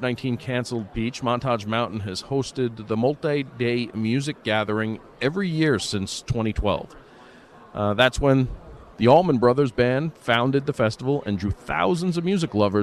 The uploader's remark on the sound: doing his show live at CPAC